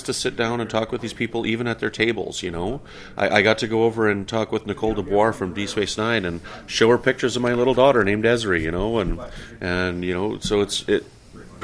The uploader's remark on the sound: Northeast Trek Convention in Albany, New York. Recorded from inside the Albany Capital Center. Set up a station at a Star Trek convention and meet and greet Star Trek fans from all over.